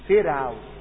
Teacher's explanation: فرعون الفاء مكسورة أصلي فترقق الراء